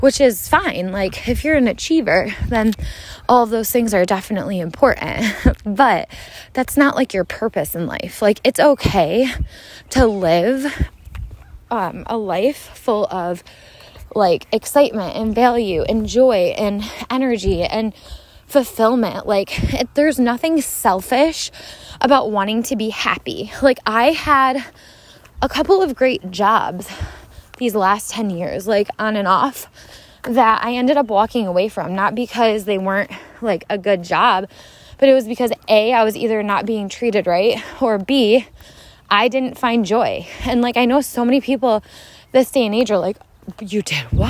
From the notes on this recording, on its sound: Let’s Walk. Take a walk with me, hear the sounds of nature.